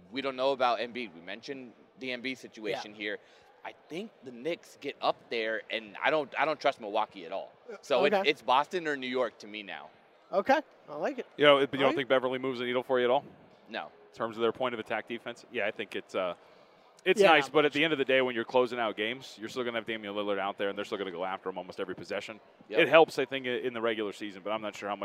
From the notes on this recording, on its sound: live from Super Bowl radio row!